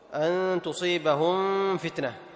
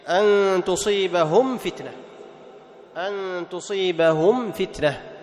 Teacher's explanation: فيظهر القارئ الميم عند الفاء من دون غنة زائدة · Shown in: second take · Term: حكم الإظهار